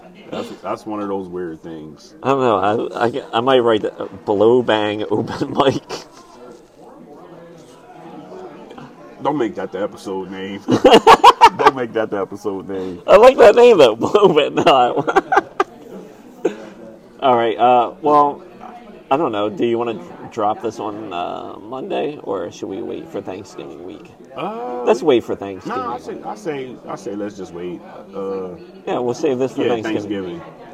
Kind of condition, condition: setting, busy venue